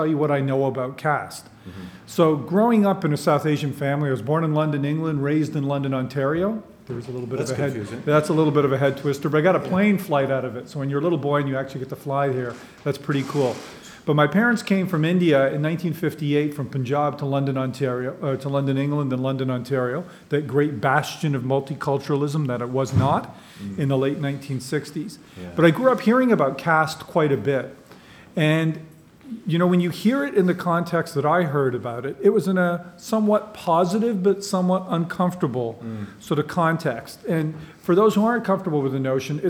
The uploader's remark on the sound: This is a live recording